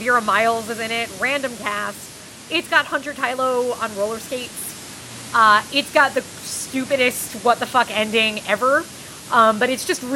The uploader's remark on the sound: We’re riding at you fast this week with a little bit of audio static.